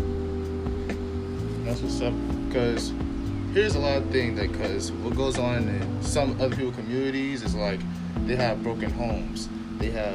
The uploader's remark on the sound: PLEASE EXCUSE THE AUDIO IN THE BACKGROUND